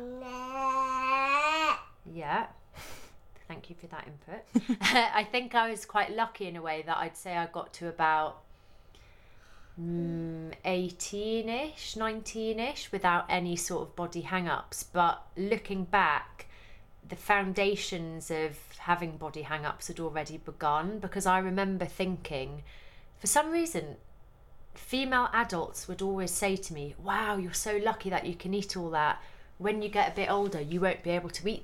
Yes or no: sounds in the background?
yes